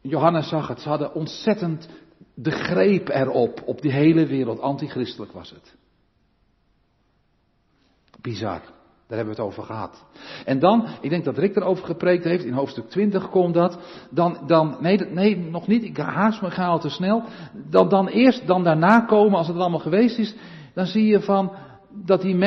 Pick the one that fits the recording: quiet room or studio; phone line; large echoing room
large echoing room